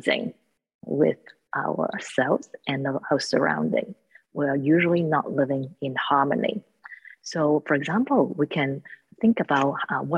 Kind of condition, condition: link, video call